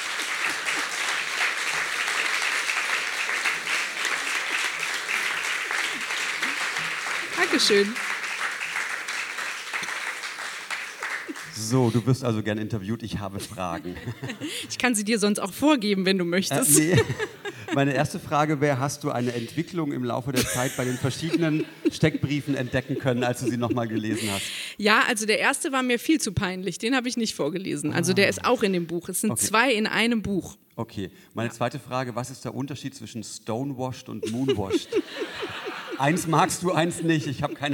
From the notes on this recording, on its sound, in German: Auswahl der Beiträge von der „texte von gestern“-Liveshow am 13.10.2018 im kukoon Kulturkombinat, Bremen. Heißen Dank an das kukoon, unser tolles Publikum.